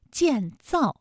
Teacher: 啊，都是四声组合的词语，读起来呢很容易读得生硬，因为它都是降调，就像往地上砸石头一样。那么怎么能够让四声的词语读起来听感上是轻松的呢？有一个小窍门可以告诉大家啊，就是这两个字呢不要读得一样重，建这个字呢可以读得轻一些，造呢就重一些 · Term: 轻重格式